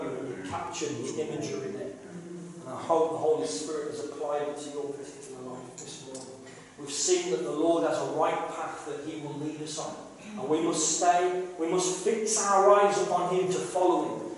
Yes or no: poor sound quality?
yes